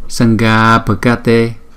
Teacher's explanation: Chữ A chúng ta đọc dài một chút.